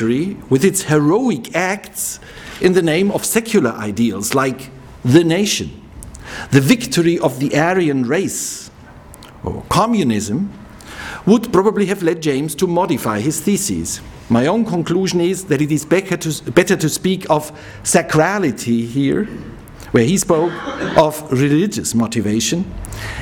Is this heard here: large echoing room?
yes